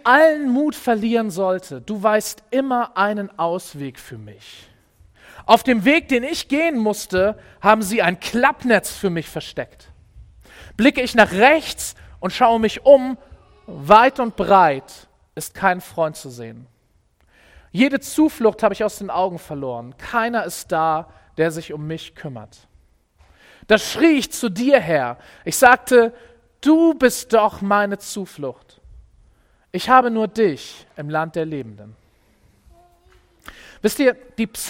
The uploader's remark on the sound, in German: Predigt im Rahmen des GreifBar+ Gottesdienstes